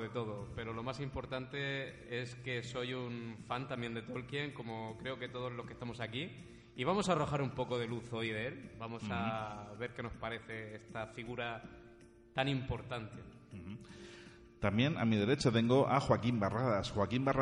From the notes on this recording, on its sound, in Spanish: grabado el pasado viernes 5 de Abril en el Auditorio del Centro Cultural Puertas de Castilla de Murcia